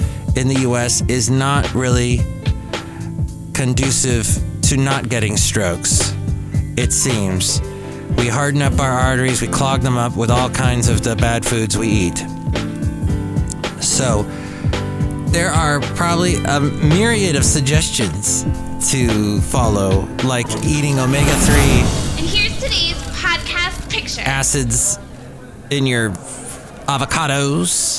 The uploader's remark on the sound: podcasts live from Café Anyway